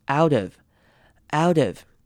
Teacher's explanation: 把 T 稍微弱化变成 D 的声音